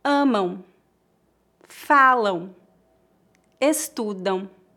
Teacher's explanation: Note que não tocamos os lábios para pronunciar o M em final de palavras.